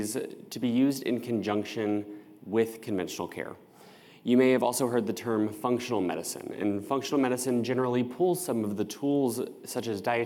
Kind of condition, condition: setting, live audience